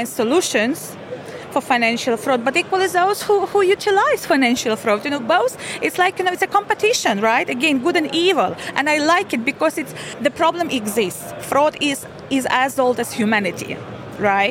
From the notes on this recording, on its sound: The third and final episode from FinTech Connect, recorded in partnership with Freemarket, that took place at the ExCeL in London from 30th November – 1st December. We recorded a series of interviews from the Freemarket booth with a number of the speakers and attendees at the event.